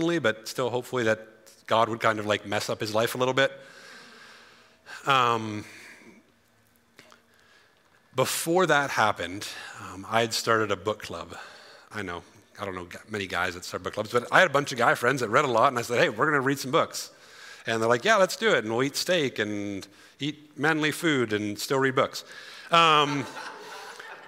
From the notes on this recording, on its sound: Grow Conference 2023: Session 3. During our 2023 Grow Conference!